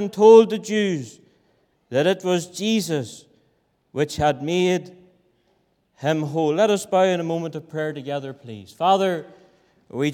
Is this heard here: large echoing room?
yes